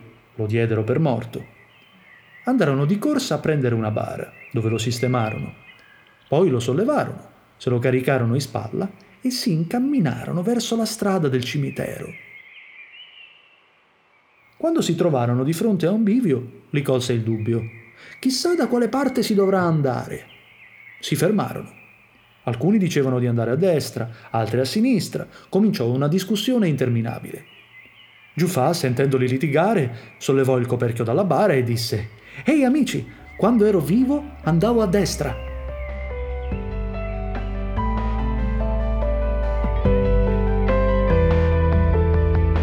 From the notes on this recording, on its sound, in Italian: Field recording di un'alba a Bologna, aprile 2020.